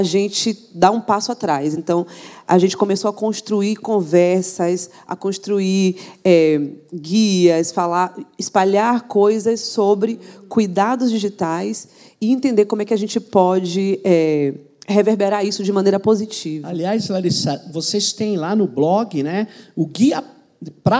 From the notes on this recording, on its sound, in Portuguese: Esse foi o primeiro Tecnopolítica gravado fora de São Paulo, no Rio de Janeiro, durante o evento ColaborAmerica 2019, e com plateia.